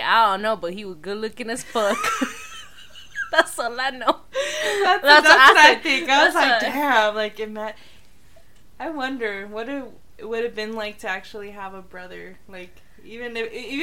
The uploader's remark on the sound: Our microphone was a little wonky and some words maybe loud.